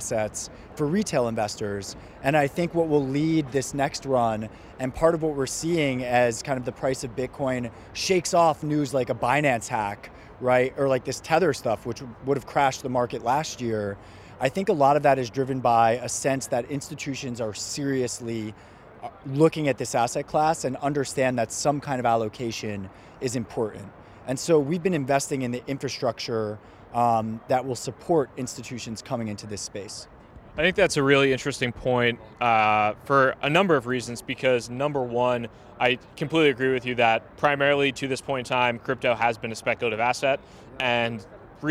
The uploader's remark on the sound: Behind the Scenes at Fluidity 2019. New York City's famed "Blockchain Week" kicked off with Fluidity Summit 2019. I had a chance to interview some of the builders, experts, investors and regulators at the conference.